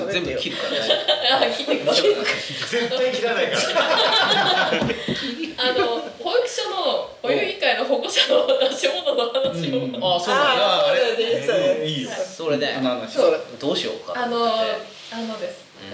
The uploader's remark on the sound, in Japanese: 湯治場ラジオリスナーのみなさんをお迎えしての公開収録です。